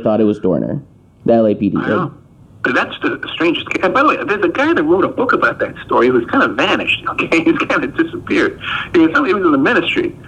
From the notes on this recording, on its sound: for a phone call